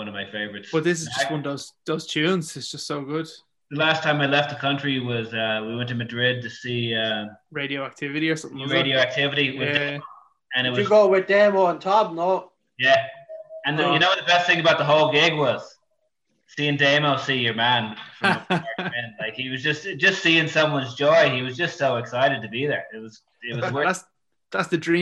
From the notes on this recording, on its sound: Lockdown. Another Zoom.